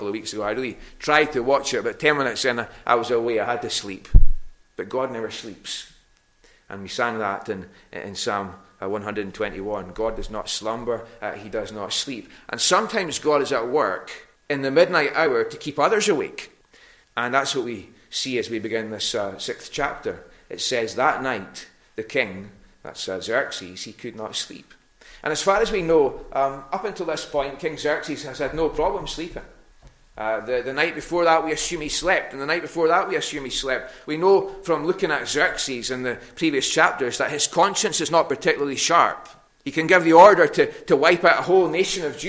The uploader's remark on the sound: recorded at North Harris Free Church on the evening of Sunday 17th April 2022